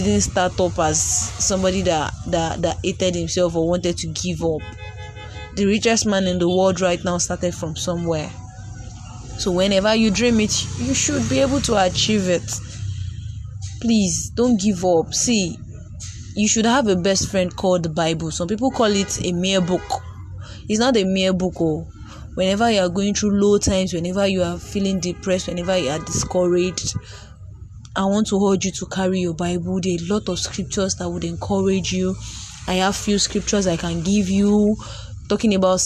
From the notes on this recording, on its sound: ignore the background noise, I am on the road.